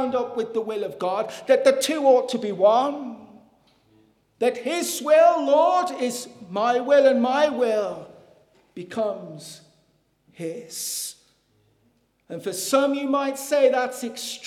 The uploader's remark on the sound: Sunday Morning. This audio was recorded at the Lifeboat Fellowship, Grange Corner, Moy.